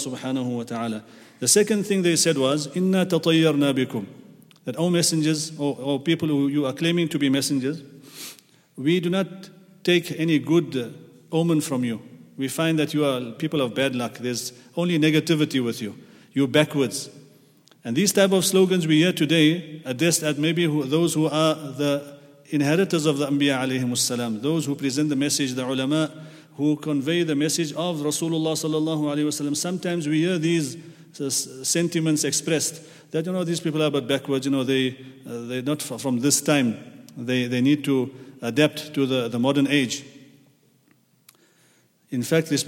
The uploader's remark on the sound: at the Houghton Masjid (West Street)